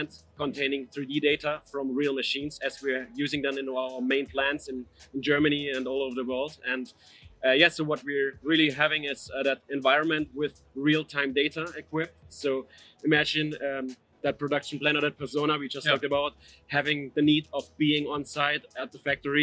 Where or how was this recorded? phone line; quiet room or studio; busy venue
busy venue